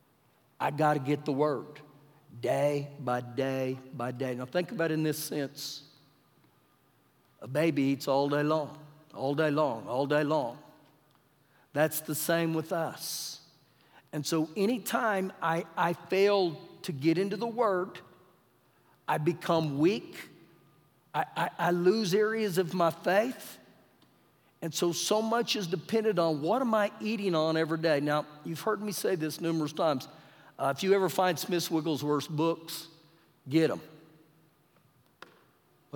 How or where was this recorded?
live audience